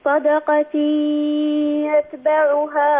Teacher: انطقي في الوقت ذاته ياء من الفم وغنة من الأنف